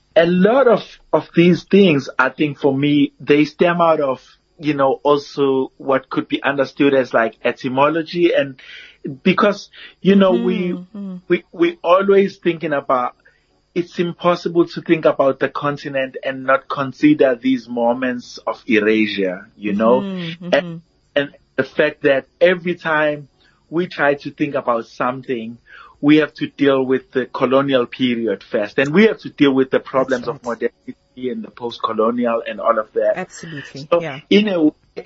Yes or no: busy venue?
no